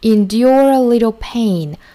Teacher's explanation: 美音版的话呢是 endure 是没有 e 的，并且尾音要卷舌